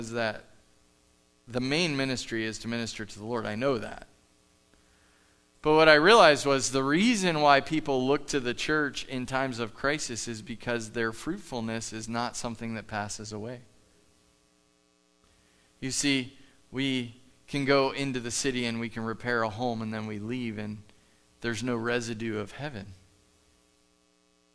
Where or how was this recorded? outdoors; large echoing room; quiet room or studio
large echoing room